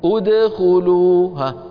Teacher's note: نضم الشفتين لأنها همزة وصل في فعل ثالثه مضموم